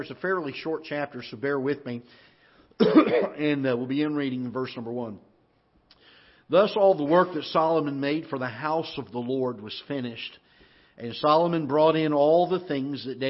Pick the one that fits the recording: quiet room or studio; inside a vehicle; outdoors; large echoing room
large echoing room